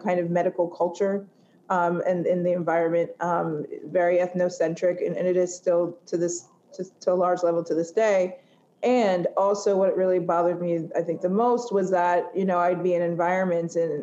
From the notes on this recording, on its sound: From WEDI's annual Spring Conference. A session recorded from our annual spring event, WEDI 2021.